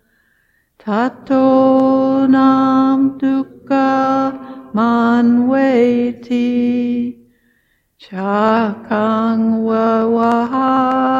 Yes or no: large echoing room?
yes